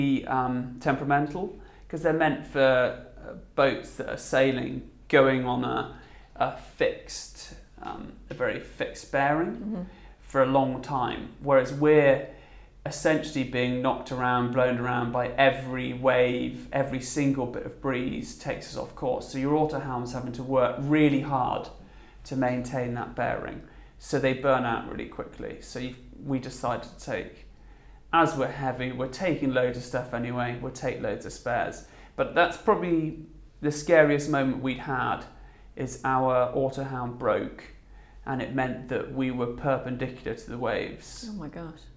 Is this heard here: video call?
no